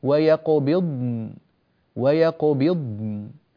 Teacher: الضاد تأتي وتأخذ زمنها الكامل، والنون تأتي وتأخذ زمنها المتوسط، فالضاد رخوة والنون متوسطة بينية، وهذا سيظهر إن شاء الله عندما نتكلم في دورة التجويد الموسعة وفيها الكلام عن صفات الحروف فيما بعد إن شاء الله تعالى.